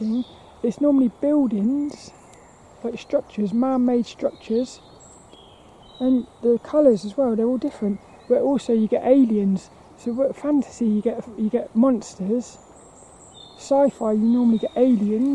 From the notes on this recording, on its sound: Hope you enjoy this lil walk and talk around Plymbridge Woods.